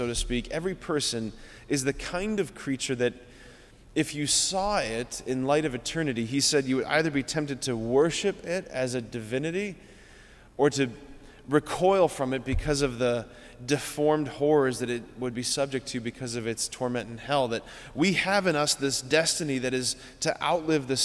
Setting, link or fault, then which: setting, large echoing room